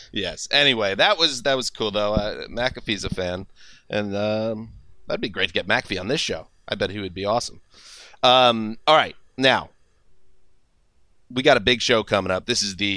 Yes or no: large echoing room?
no